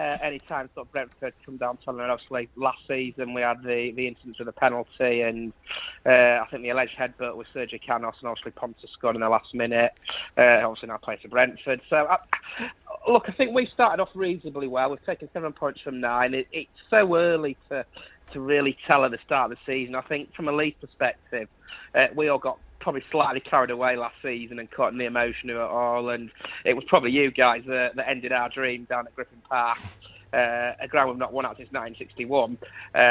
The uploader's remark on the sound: Assembled at LoveSport central on Monday evening. We also hear the thoughts of both sets of fans after the final. Joins us on the line.